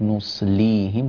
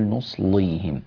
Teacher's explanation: نصليهم اللام مرققة تفخمت معك قليلا فتنبه لذلك · Shown in: first take · نصليهم ولا تقول نصليهم.